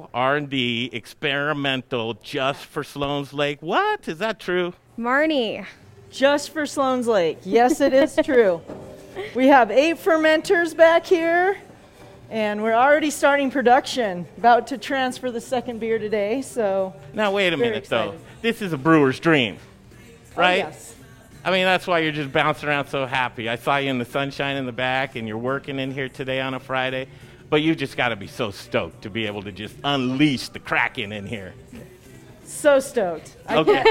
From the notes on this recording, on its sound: Live from the NEW Odell Brewing Co Brewhouse and taproom in Sloan's Lake!